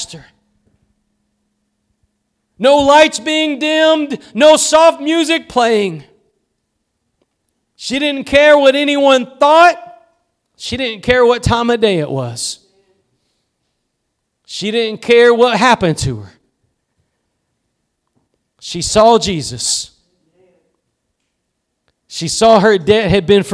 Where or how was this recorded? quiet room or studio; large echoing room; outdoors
large echoing room